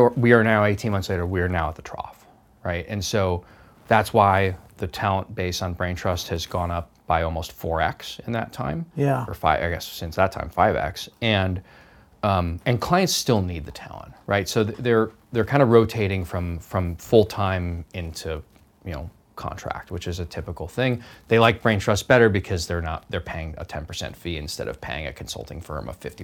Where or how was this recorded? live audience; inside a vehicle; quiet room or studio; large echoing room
quiet room or studio